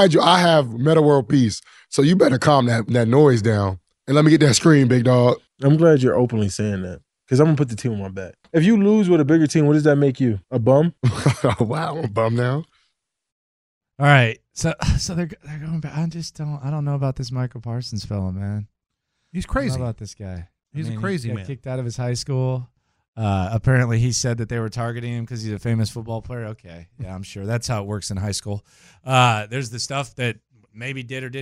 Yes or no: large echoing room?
no